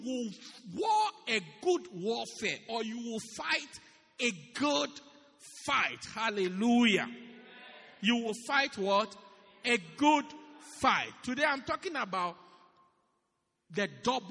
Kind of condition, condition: setting, large echoing room